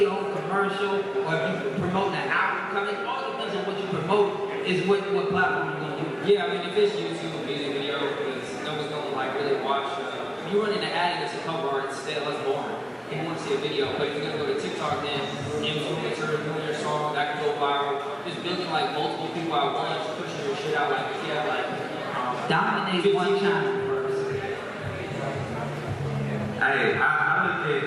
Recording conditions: live audience